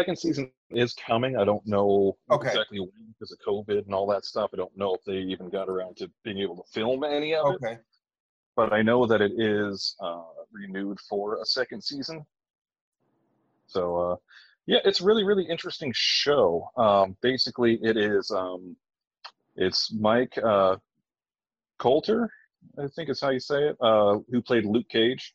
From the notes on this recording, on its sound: hit Zoom